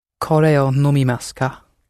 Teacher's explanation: So generally in Japanese, it tends to stay fairly flat, the whole sentence does, and you don't rise at the end.